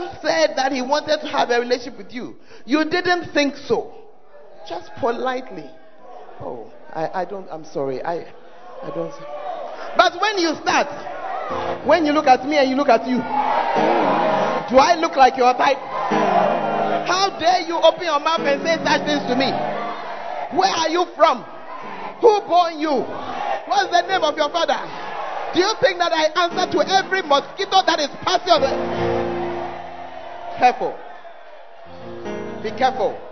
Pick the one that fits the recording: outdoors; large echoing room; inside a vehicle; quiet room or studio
large echoing room